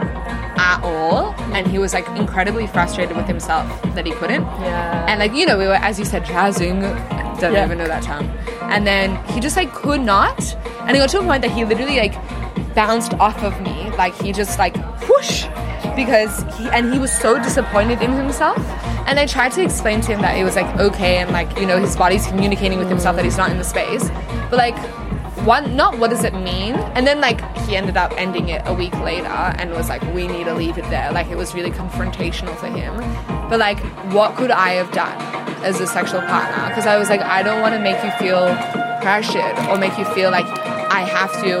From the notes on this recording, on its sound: Interviews with festival goers of Comfort Creek festival where I set up a LIVE interactive version of The Labia Lounge for the first time ever! Along with various passers by that came to check out what this big velvet p*ssy couch was all about.